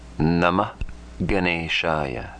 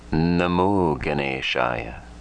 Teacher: When A precedes Visarga and a soft letter follows. A followed by Visarga, followed by a soft consonant. A becomes O.